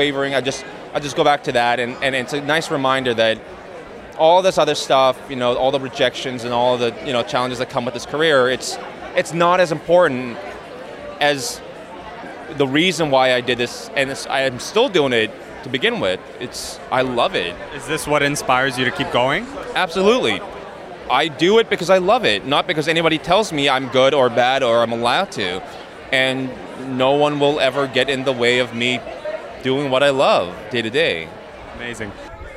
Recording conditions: busy venue